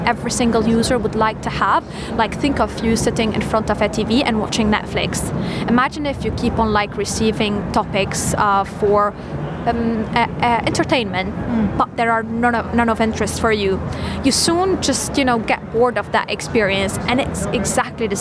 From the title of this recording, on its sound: Live from SEF 2024